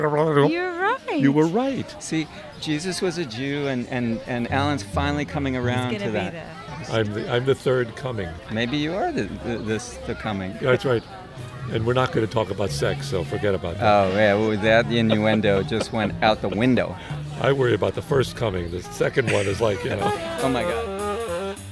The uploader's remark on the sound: The Bar Crawl Radio audio wagon was set up on the grass in front of the stage in the garden. It was a delightful evening in the West Side Community Garden in Manhattan.